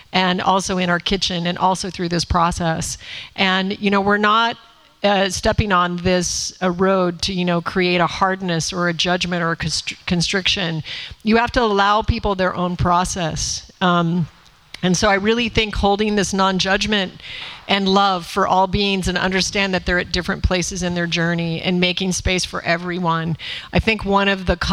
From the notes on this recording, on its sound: A Q&A that was recorded before a small live audience. At Sacred Space in Miami at …'s This Cheese Is Nuts! Book launch event.